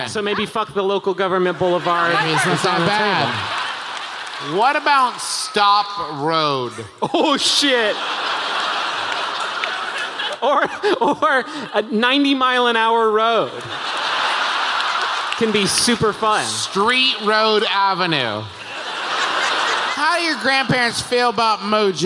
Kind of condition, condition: setting, live audience